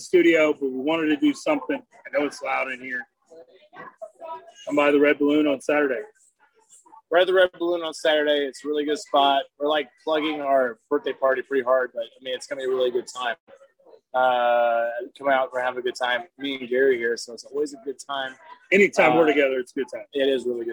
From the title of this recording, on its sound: Live from The Red Balloon